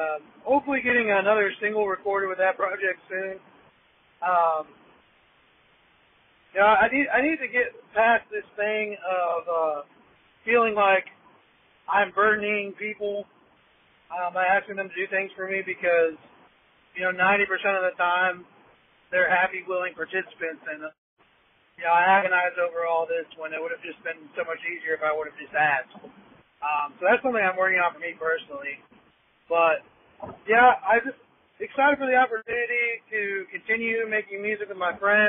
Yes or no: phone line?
yes